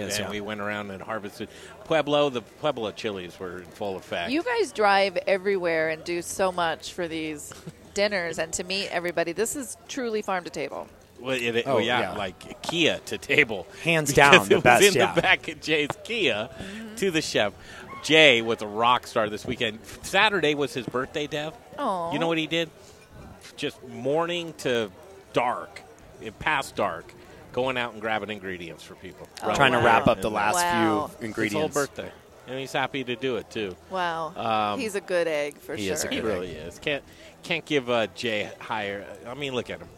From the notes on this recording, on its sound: Cooking live outside! Fall Dinner Series from Logan Street Denver! We're live from Logan Street Restaurant with our Fall Dinner Series to highlight the best in Colorado Food and Beverage!